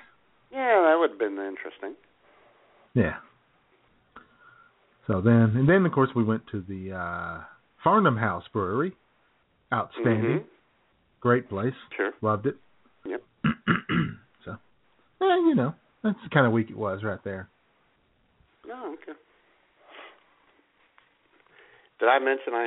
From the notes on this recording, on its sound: Take your phone calls. IWS Radio.